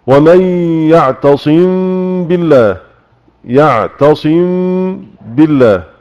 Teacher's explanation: سأخفي الميم عند الباء ثم آتي بالغنة · Term: إخفاء شفوي